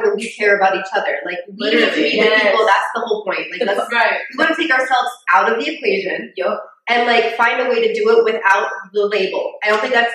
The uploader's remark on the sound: Yes we recognize the audio was not great in this one. We had a mishap.